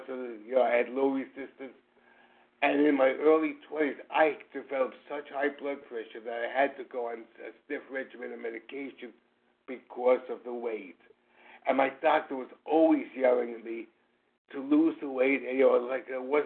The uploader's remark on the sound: Qualification from the 100 Pounders Phone Meeting.